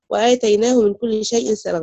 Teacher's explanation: نبدأ بقصر البدل وعليه توسط شيء